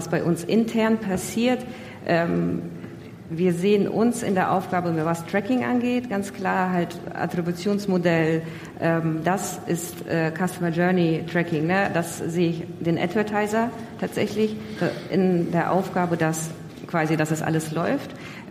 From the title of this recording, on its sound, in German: Die zweite Aufnahme live von der großen Bühne